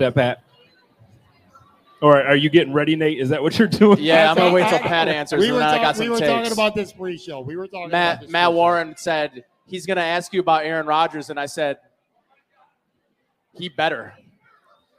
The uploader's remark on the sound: Live at Resurgence Brewery. Live from Resurgence Brewing Company!!